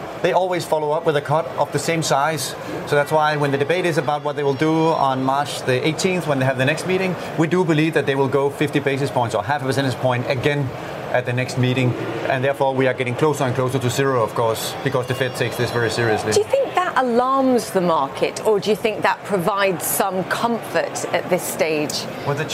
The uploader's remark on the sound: live from The New York Stock Exchange